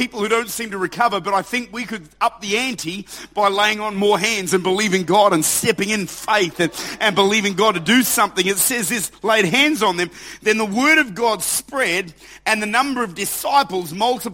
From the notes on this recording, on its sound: Recorded at Lifepoint Church, Adelaide.